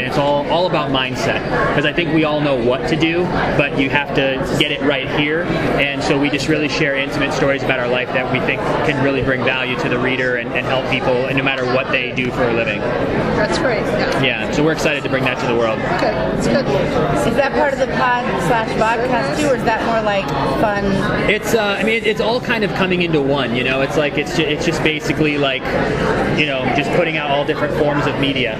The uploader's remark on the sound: at the Day of Days event